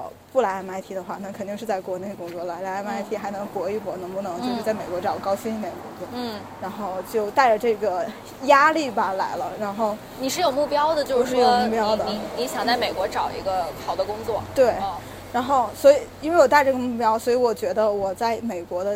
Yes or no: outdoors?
yes